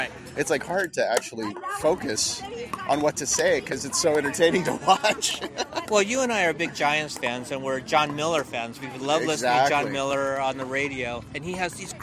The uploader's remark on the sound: Shamrock Open Live in Las Vegas